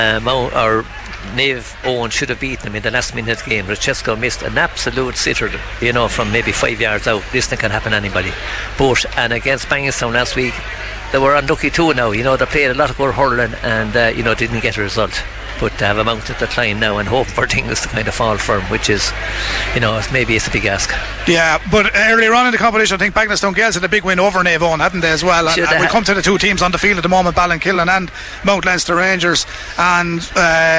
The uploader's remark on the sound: We were live in Netwatch Cullen Park